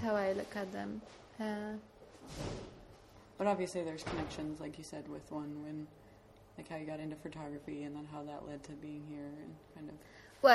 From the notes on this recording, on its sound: This was a really fun podcast to record for me as we were recording in a train station. I thought after carrying all the recording stuff around all day we weren't going to have the opportunity to record BUT thankfully I missed my train!